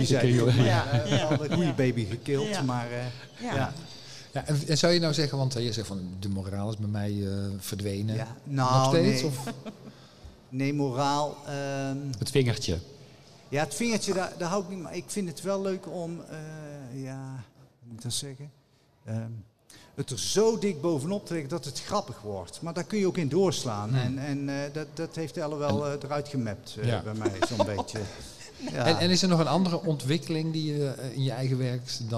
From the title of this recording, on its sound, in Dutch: Live in de LocHal